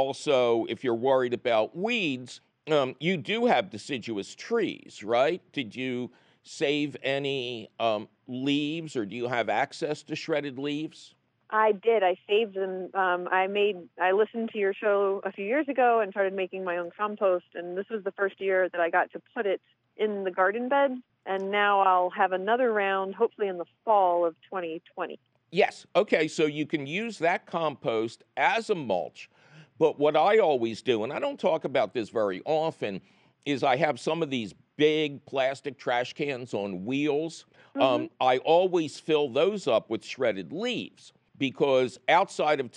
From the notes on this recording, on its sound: Of course, he takes your fabulous phone calls.